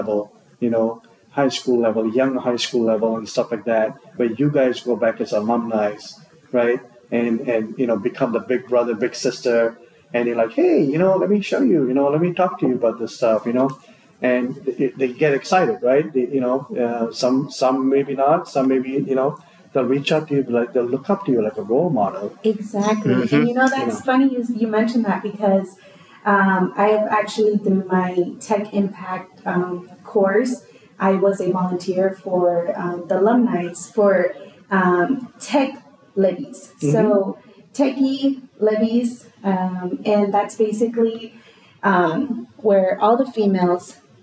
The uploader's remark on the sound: here at the PowerShell Global Summit 2022 Conference